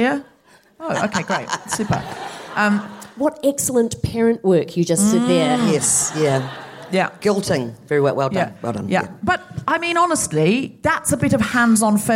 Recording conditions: live audience